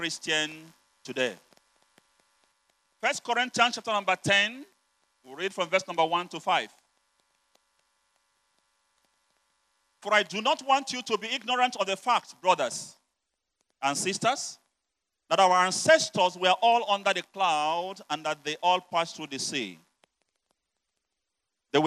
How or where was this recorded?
large echoing room